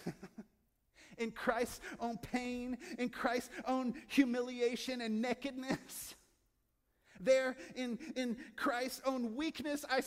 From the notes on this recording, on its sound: From our Crosswalk contemporary service in Asbury Hall. From our Crosswalk contemporary service in Asbury Hall.